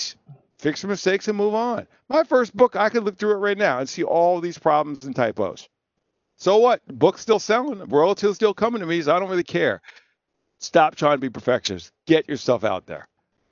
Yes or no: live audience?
no